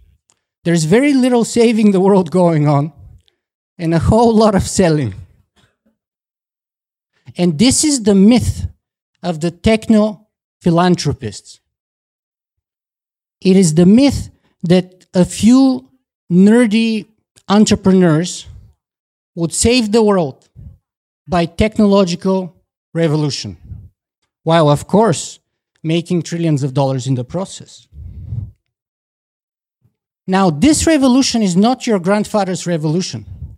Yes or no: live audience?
yes